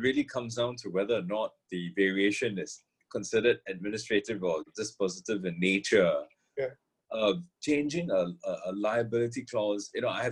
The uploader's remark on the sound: Webinar audio recording dated 8 July 2020